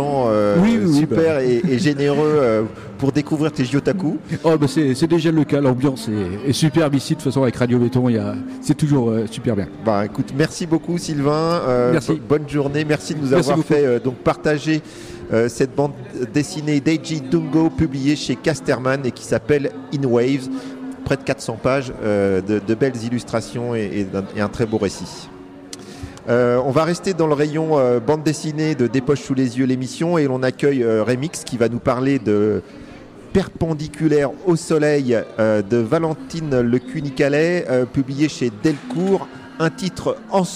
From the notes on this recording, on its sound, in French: Une belle émission en direct du marché de Lëon, marché de créateurs organisé par Béton à la mairie de TOURS